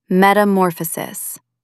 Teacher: Put the stress on the third syllable, metamorphosis.